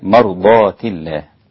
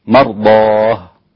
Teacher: فالتاء المربوطة يوقف عليها بالهاء · Shown in: second take · مرضاه، وإذا وصلت مرضات، مرضات الله، تمام.